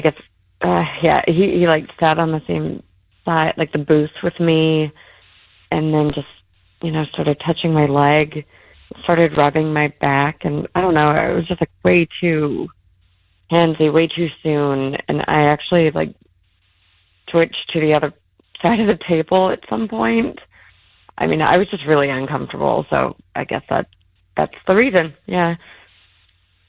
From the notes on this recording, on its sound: Called in because he wasn't getting a call back.